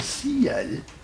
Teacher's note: Il a prononcé ciel en deux syllabes. · Term: la diérèse